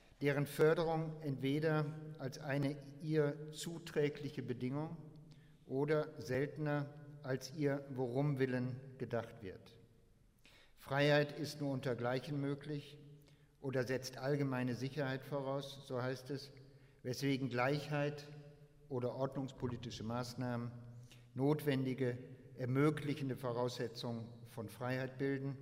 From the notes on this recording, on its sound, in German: Internationaler Hegelkongress 2011 - Eröfnungsvortrag